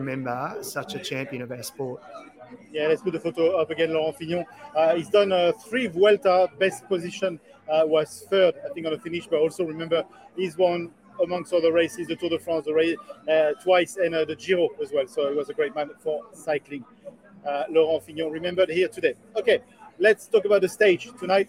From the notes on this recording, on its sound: live from the Village at the Start of the stage today